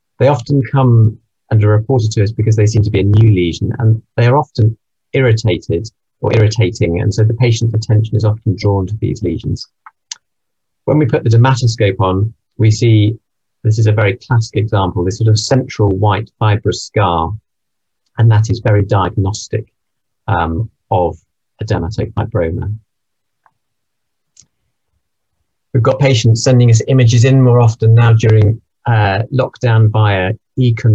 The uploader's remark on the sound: This recording is taken from the webinar Heart Failure & Dermatology Update.